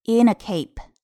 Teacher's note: 第一句里面的 in 和冠词 a 可以进行一个连读